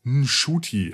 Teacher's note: Also der Name, geschrieben N-C-U-T-I, wird ausgesprochen Shuti. Mit einem nicht ganz stummen N quasi am Anfang. Aber wenn man das Shuti ausspricht, ihr habt das N wahrscheinlich gerade nicht gehört, wenn man es deutlich, ist es Nshuti.